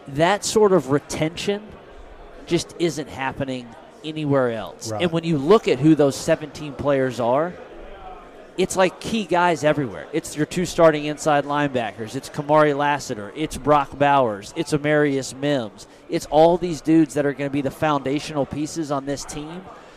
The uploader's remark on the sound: We hit on a ton of SEC topics during a live interview at 2023 SEC Media Days.